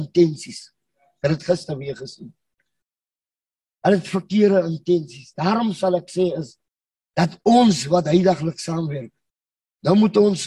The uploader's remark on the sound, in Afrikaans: Manne van die Woord Zoom Byeenkoms 31 Mei 2022.